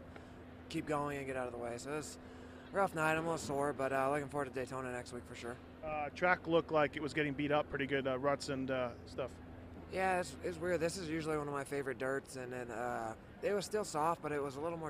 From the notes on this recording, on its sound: St.Louis 2012 Post-race Interviews.